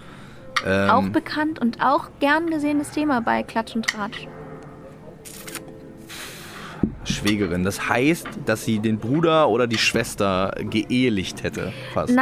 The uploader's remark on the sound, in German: auf dem Hanse Song Festival interviewt.